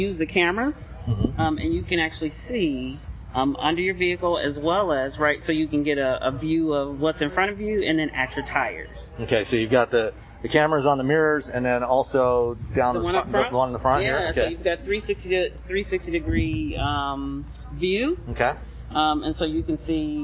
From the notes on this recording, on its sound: Sorry about the audio quality, we were outside and all wearing masks.